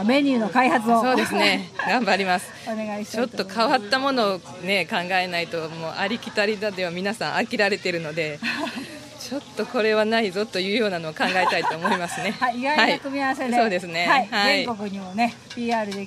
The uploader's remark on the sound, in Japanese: 今週は、8月11日に開催された、「なんちゃって万願寺まつり」の公開収録版で。